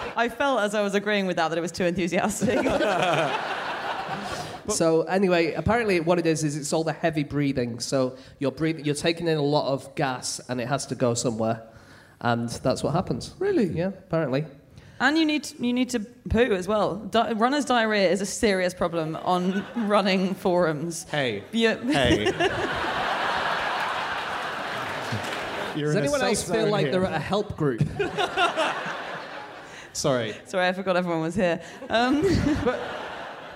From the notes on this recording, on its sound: Live from Melbourne